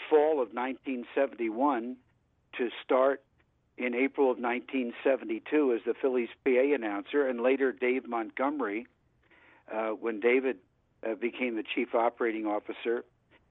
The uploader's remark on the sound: called